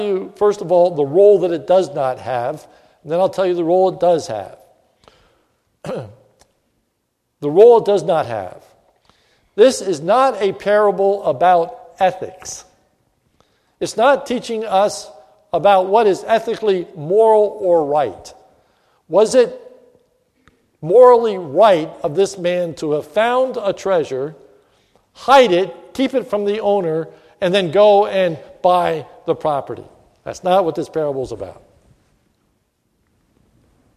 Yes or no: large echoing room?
yes